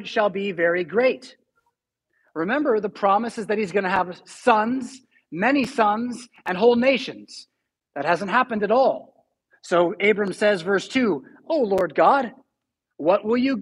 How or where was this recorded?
large echoing room